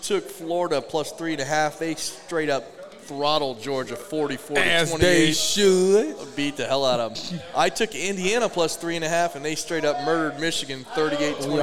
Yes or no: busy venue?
yes